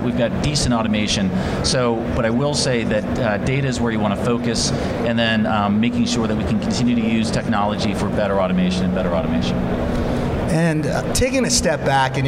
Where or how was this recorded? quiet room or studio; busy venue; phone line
busy venue